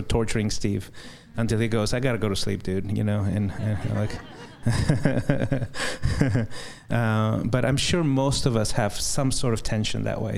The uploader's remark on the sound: A live Q &